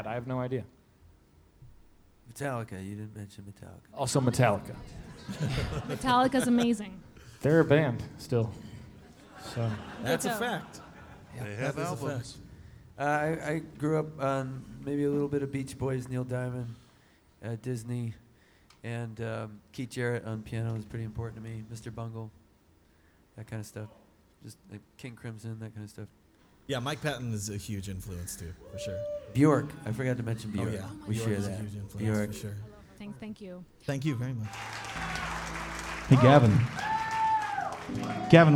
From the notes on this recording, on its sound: This episode was recorded at the Atlanta, GA stop of the Fossio et Satio tour!